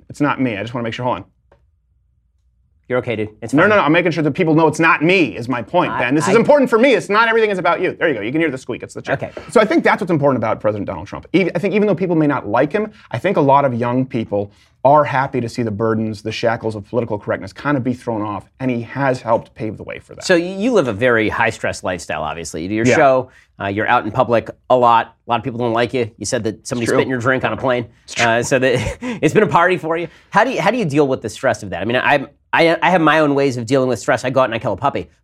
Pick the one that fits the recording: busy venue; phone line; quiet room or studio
quiet room or studio